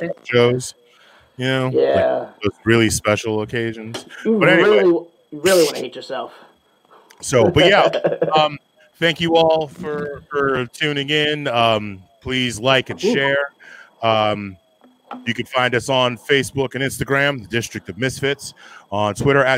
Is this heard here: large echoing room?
no